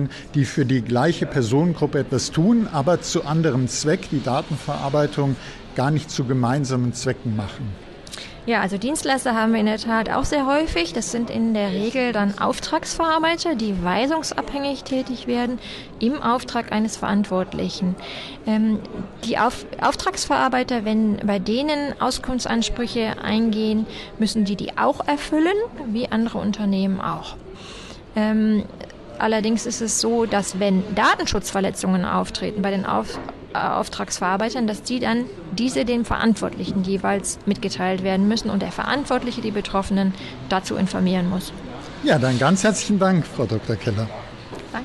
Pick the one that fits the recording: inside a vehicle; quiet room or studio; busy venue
busy venue